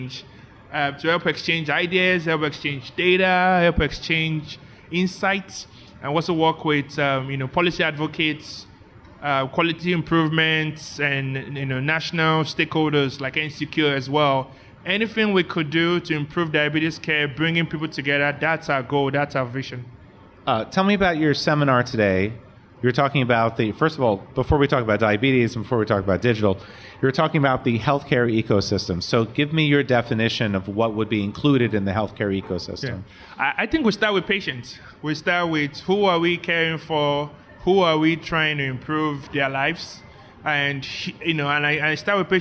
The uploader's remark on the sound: We're recording live interviews this week from NCQA’s first annual Health Innovation Summit , hosted this year at the Marriott Marquis hotel in Washington, DC. We're recording live interviews this week from NCQA’s first annual Health Innovation Summit , hosted this year at the Marriott Marquis hotel in Washington, DC.